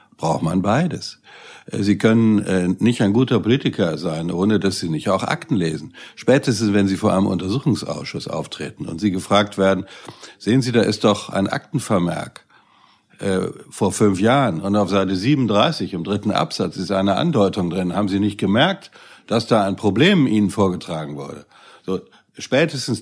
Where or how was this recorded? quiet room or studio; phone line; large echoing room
quiet room or studio